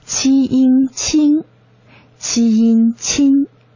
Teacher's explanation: 七这个音是送气音，送气的时候是从肺部呼出一股较强的气流，记住一定是从缝隙里面破擦而出的